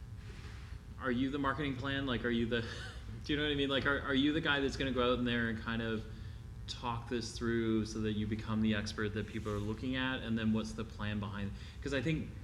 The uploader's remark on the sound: At Global Pet Expo 2019. BARK YOUR BIZ Live 2019.